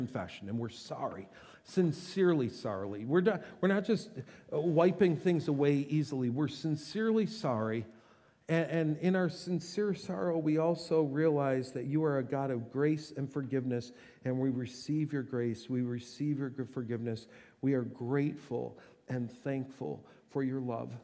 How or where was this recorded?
large echoing room